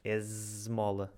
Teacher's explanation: Mas vocês também têm o fenómeno, porque é normal da, dos sons sonoros e surdos, que o S antes de consoantes sonoras fica, fica sonoro, fica Z, não é?